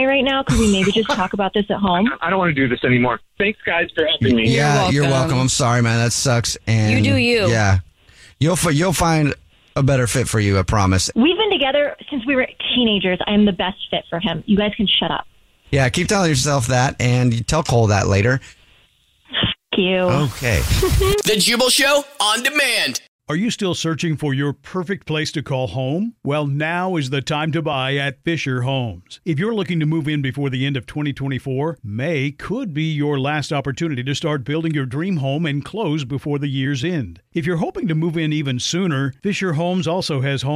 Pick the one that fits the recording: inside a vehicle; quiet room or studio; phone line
phone line